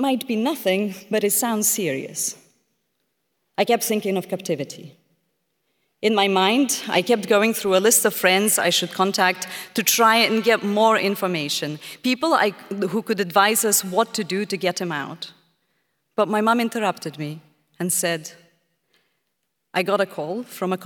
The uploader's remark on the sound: This conversation took place in March 2023 and is part of Intelligence Squared’s live debate partnership with the Southbank Centre.